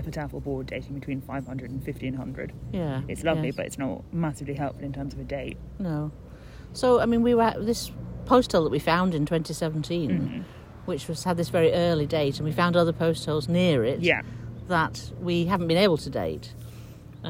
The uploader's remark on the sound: which was recorded ‘in the field’ at the dig site